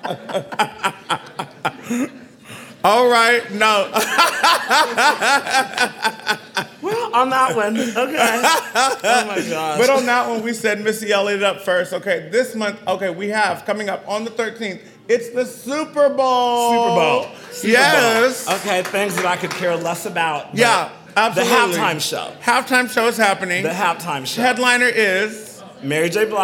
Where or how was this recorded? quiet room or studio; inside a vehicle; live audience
live audience